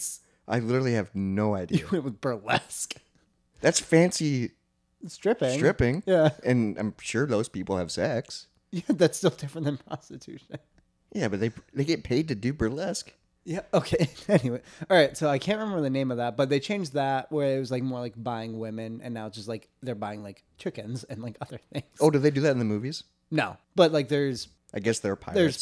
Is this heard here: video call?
no